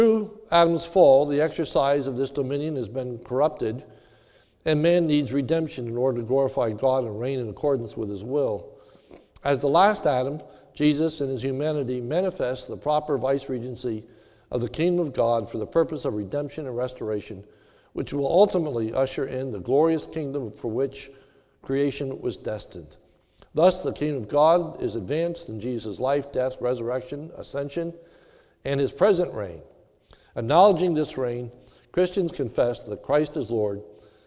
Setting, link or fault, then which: setting, large echoing room